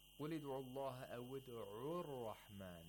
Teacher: Because of the aliful wasl or the hamzatul wasl, it becomes a dhamma.